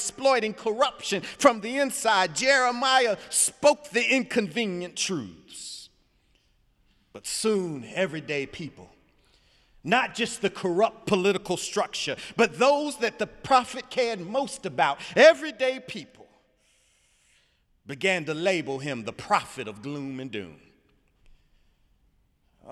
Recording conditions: large echoing room